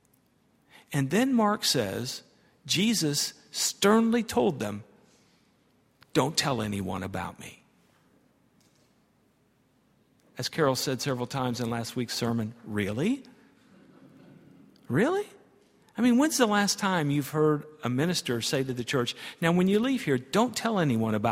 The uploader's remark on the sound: at Highland Baptist Church